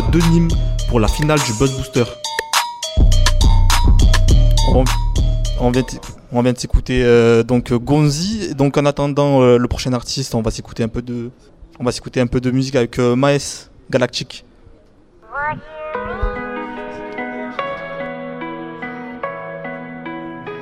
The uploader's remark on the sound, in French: En LIVE de Paloma à Nimes